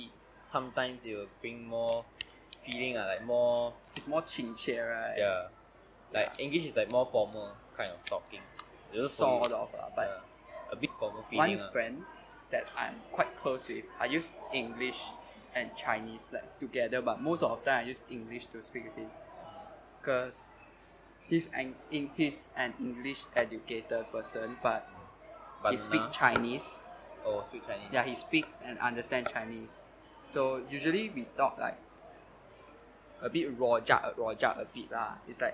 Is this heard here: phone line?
no